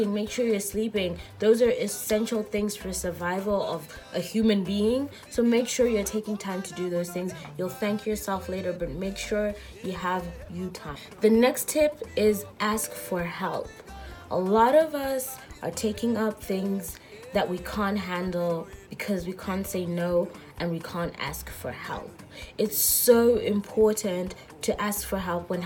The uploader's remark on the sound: Insta live Audio